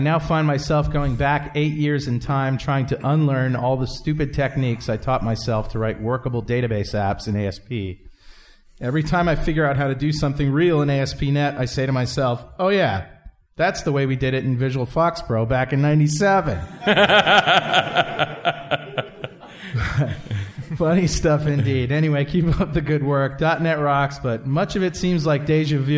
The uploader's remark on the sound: live* recording of Dot Net Rocks, from the March 2005 Dev Connections conferene in Orlando, FL